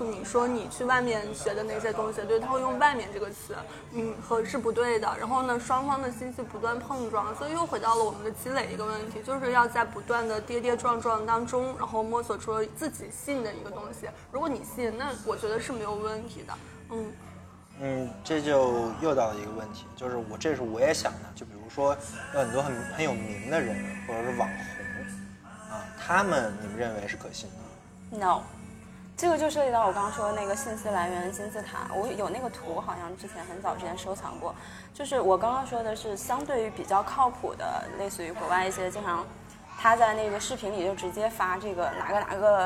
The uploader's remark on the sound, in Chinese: 是我和两个朋友一起在咖啡馆聊天的部分录音剪辑